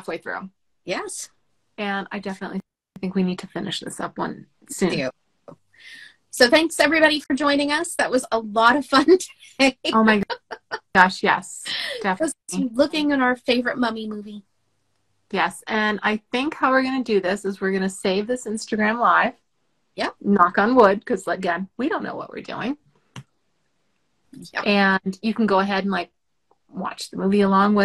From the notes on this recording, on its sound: recording our first Instagram LIVE